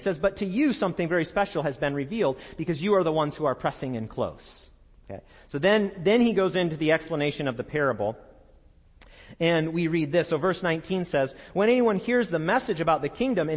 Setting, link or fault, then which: setting, large echoing room